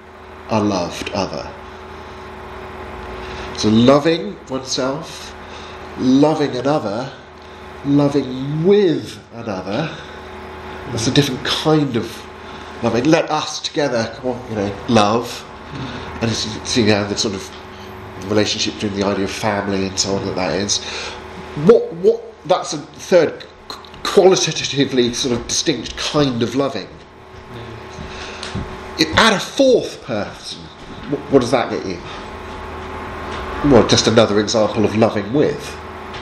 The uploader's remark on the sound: Seminar on 'Apologetic in 3D' at Highfield Church Southampton, from a training day for local youth workers in March 2019.